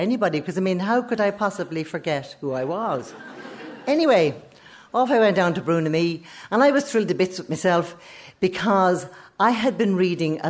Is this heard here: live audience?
yes